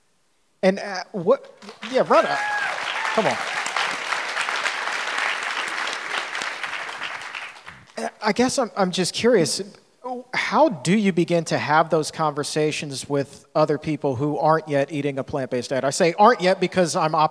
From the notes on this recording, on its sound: In front of a sold-out crowd in Los Angeles!